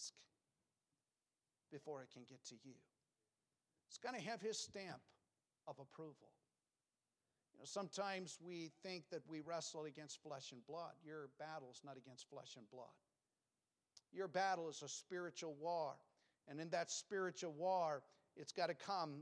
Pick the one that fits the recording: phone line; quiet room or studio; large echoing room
large echoing room